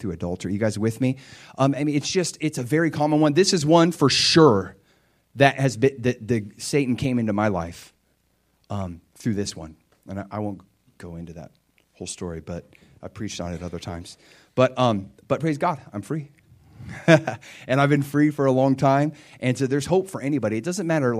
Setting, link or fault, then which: setting, large echoing room